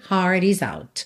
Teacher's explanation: Aí, esse T final de out, a gente até escuta. Por quê? Porque não tem nada depois, a gente não está ligando em nada, né? Dá tempo de fazer esse T fechando bonitinho aí a palavra out.